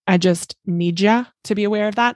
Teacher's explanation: that's a super common native English speaker thing to say because we often blend words together, like the words need and you. So in the lyric book, it says, I just need you to be aware of that.